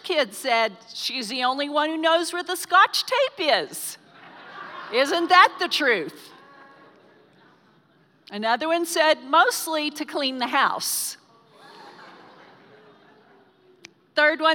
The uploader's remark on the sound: Recorded live during our Sunday morning service